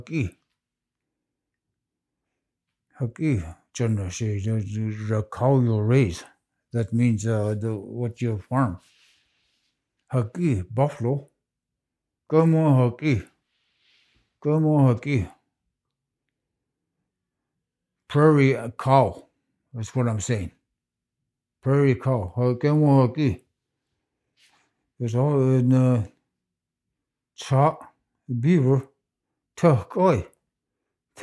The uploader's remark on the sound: in the child lake community hall